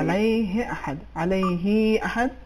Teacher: کلمہ علیہ اس میں جو ضمیر ہے یہ اشوا نہیں ہوگی، یعنی آپ نے اس کو جو اس کا کسرہ یا زیر ہے اس کو زیادہ کھینچا، یہ یہاں پہ اشوا نہیں ہوگی، صحیح تلفظ یہ ہے علیہ احد، علیہ احد، اتنا زیادہ کھینچنا یہاں پہ ضروری نہیں ہے۔